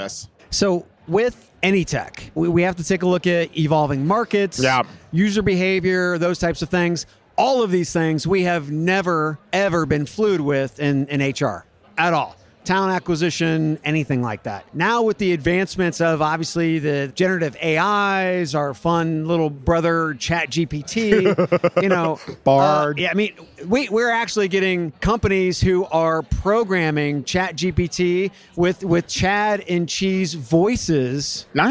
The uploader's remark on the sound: Live from UNLEASH America in the Workhuman booth